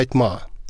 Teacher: и вместо «мага» мы просто слышим «ма» · Term: удаление заднеязычных